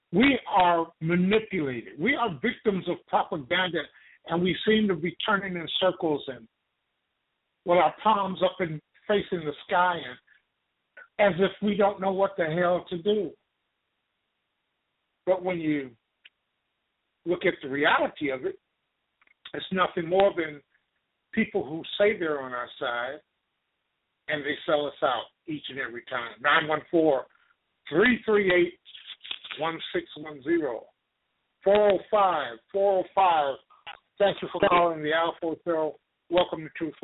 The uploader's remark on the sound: LIVE and call-in broadcast which reviews, analyzes and discusses the major political events and consequences in America.